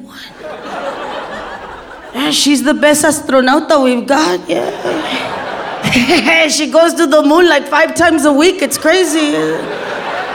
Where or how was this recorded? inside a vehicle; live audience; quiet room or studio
live audience